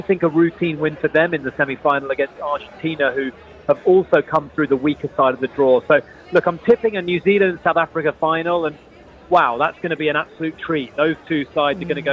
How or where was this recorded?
busy venue